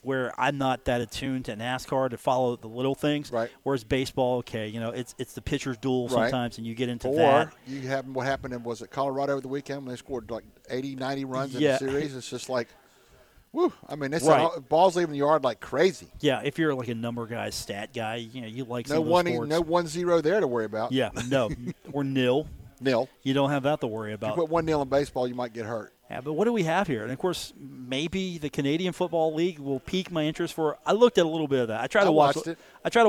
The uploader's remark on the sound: Broadcast live from The Union Pub and Grill in Huntington.